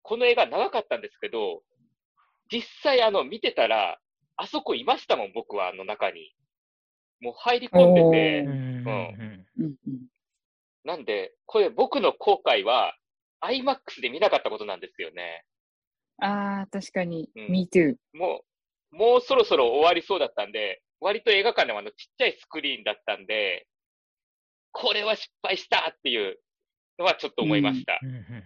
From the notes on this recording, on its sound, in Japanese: ZOOM収録